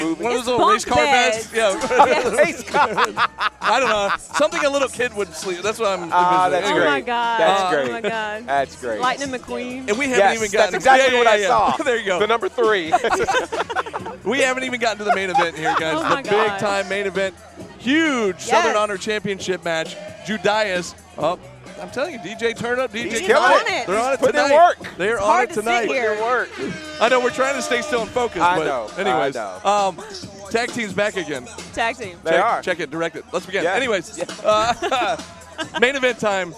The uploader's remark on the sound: bringing us the LIVE SHW57 Pre-Show from The Action Building in Canton, Georgia!